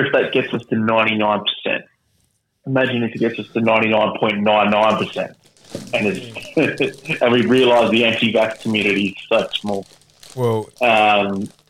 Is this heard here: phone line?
yes